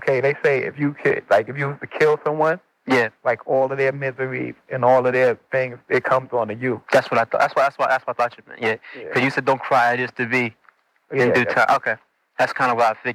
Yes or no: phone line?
yes